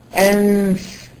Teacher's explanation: لسانك تحت خالص، ما طلعش عند حرف النون قلتي أنف، ما ينفعش، بقولي أنف، صح كده؟ هنا أنت أخفيتي النون ورحتي عند الفاء وعملتي غنة، صح؟ هو ده الإخفاء.